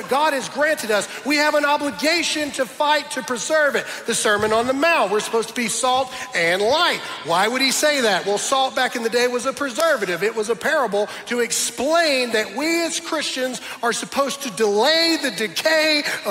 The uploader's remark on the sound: my message that I preached at Dream City Church in Phoenix, Arizona